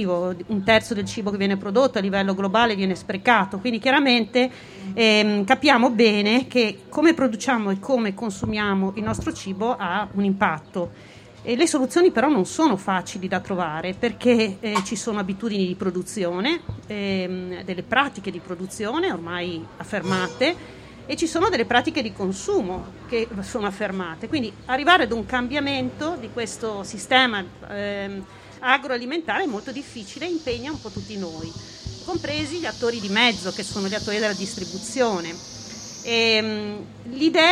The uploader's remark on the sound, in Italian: In diretta dal Festival dell'Economia 2021